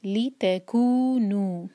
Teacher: لی اور تا ایک ایک حرکہ لمبا، اور کو اور نو یہ ہیں دو دو حرکہ